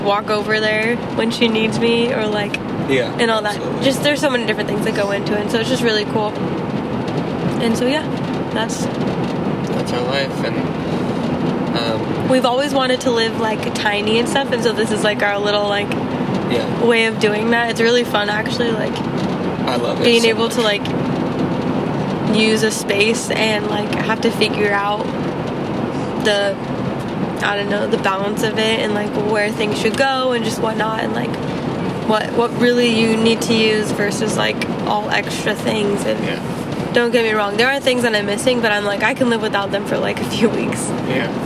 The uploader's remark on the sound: Car conversations. First off so sorry about the background noise!